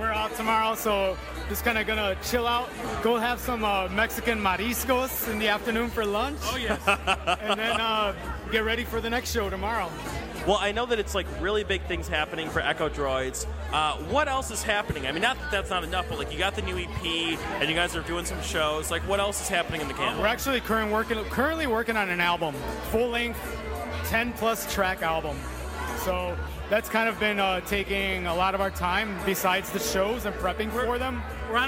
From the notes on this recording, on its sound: The Red Bull Sound Select broadcast with Do312! Broadcasts live from the Do312-curated Red Bull Sound Select event at the Elbo Room.